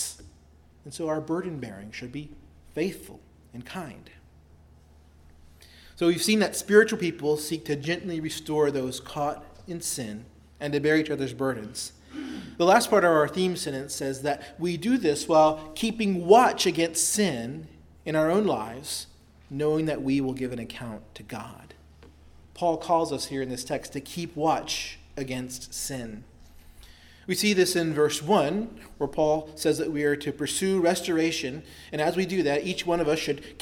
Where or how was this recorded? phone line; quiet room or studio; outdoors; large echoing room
large echoing room